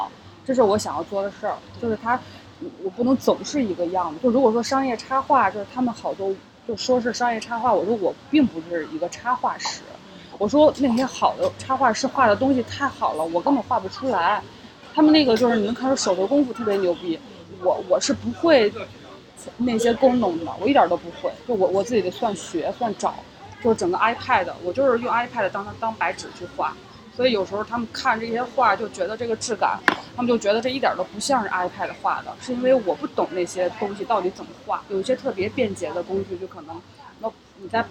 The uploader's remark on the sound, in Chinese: 本期节目录制于大艺术家市集的户外现场，噪音、不时被顾客打断、不同的朋友突然到访，都让本期节目不可预测。